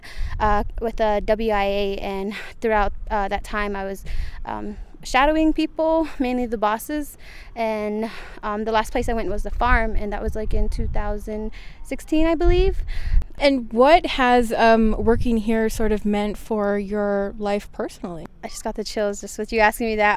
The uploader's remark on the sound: I hit the road and talk with some folks at the 6th annual Apache Harvest Festival at the Ndée Bikíyaa farm in Canyon Day, Arizona